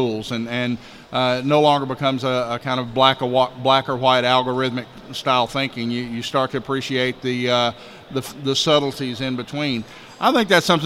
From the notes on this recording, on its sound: Live from Initial Assessment Conference